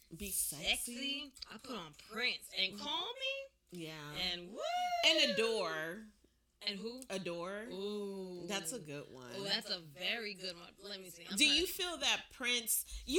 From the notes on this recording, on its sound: Apologize in advance for the audio issue.